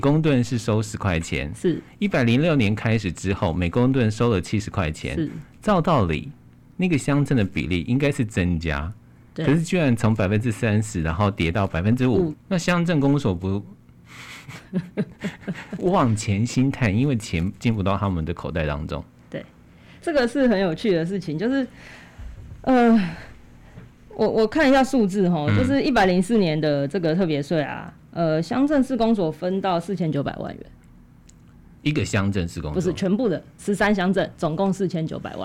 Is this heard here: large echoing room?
no